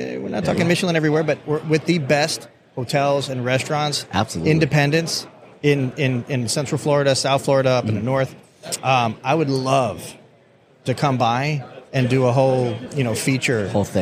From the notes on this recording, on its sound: This is a short interview we were fortunate to record while at the NAFEM23 show in Orlando.